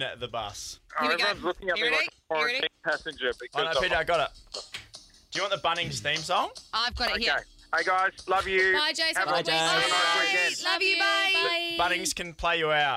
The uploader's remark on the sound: LIVE from the shuttle bus.